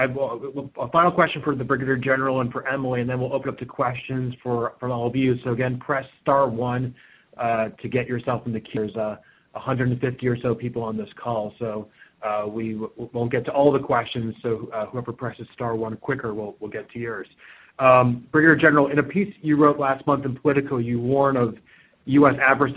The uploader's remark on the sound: The Atlantic Council’s Adrienne Arsht Latin America Center held a conference call.